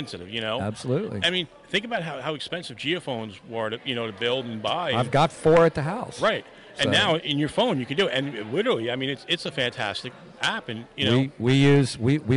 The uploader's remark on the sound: Live From The NJ Paraunity Expo